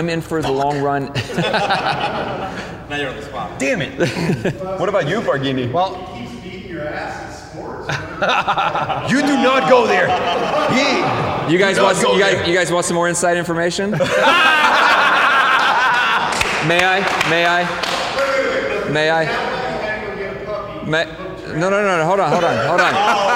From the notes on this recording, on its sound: We hosted a live event, podcast, and Q&amp;A session with a small group of pro subscribers. We hosted a live event, podcast, and Q&A session with a small group of pro subscribers.